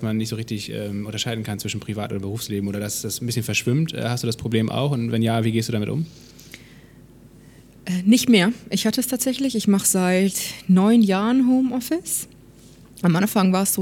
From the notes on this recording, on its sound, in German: Dies ist eine Zusatzfolge, die wir auf der Future Work Konferenz in Berlin aufgenommen haben.